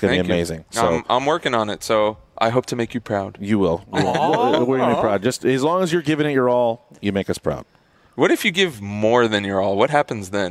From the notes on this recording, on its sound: In this special episode we're live from Texas Motor Speedway to talk about the LS Fest event.